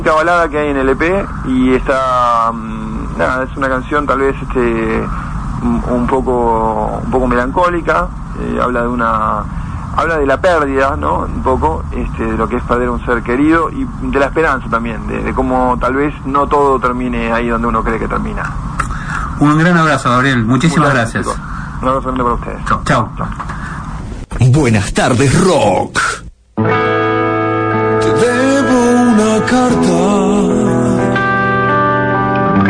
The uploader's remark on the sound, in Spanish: Nota telefónica